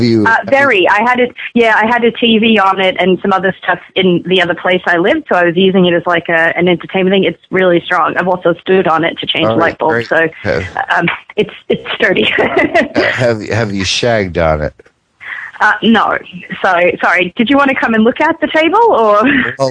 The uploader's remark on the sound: …'s Personal Prank Phone Calls Collection.